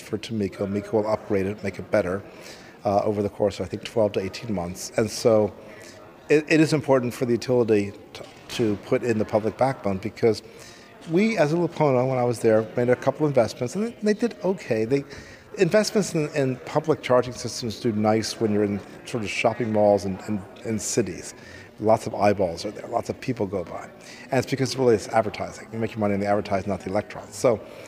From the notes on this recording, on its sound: at the Hawaii Energy Conference